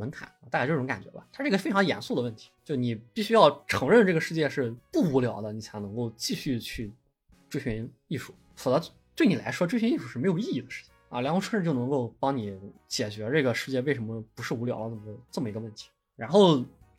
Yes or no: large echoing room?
no